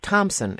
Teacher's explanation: Well, it has two syllables. It has the strong emphasis or an emphasis that begins on the first syllable with a softer stress on the second syllable.